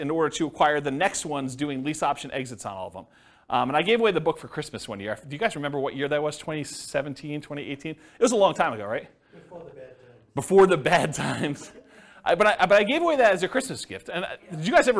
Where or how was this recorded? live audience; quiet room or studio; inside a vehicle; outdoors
live audience